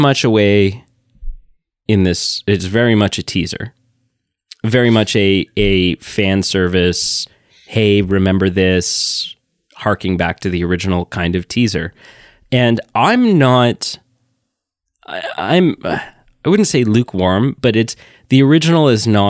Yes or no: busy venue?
no